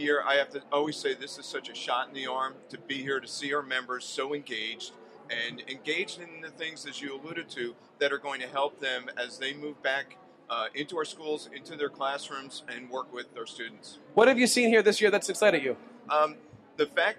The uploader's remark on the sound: LIVE from the NJEA Convention. Broadcasted directly from the floor of the 2016 NJEA Convention in the TeacherCast booth.